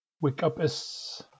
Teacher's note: I think when I copied this from the PDF, I lost the location of glottalization. So both the K and the P should be glottalized in Wikupis.